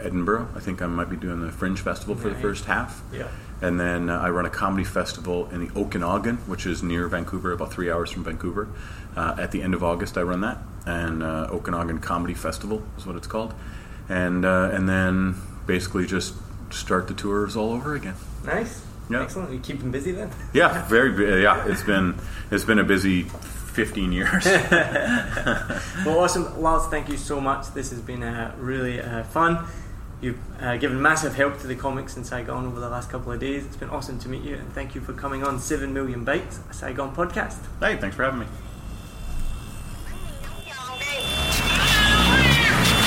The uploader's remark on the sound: So apologies for the background noise, we were in the hotel restaurant that was thankfully mostly quiet.